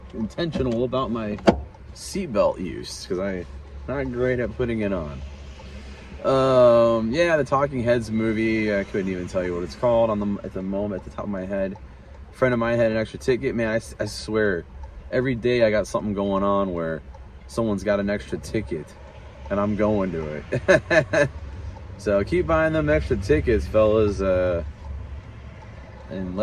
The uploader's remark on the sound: First driving episode via [VIDEO]. I decided to try doing some driving episodes with video!